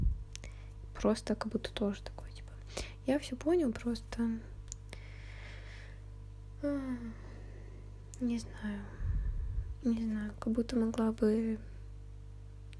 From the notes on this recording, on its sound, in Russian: Сегодня какое-то тяжелое дыхание. Соре за шумы.